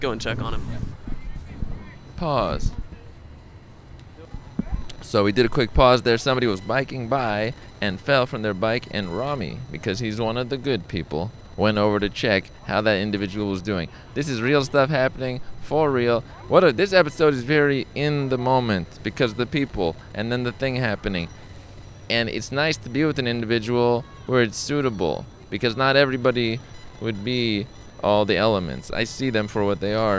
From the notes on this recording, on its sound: There is some light background static throughout the episode due to possibly a phone or electric interference. This episode was recorded in Pershing Square, not far from the ice skating rink.